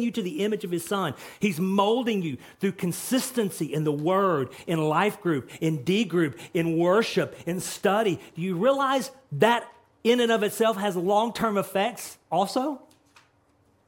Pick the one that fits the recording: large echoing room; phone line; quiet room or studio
large echoing room